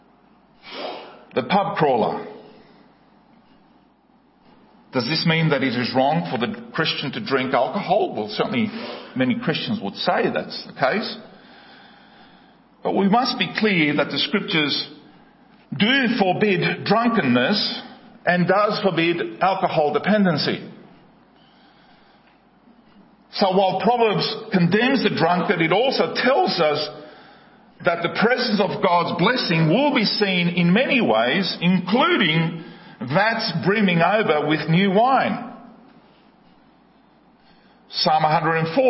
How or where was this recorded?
large echoing room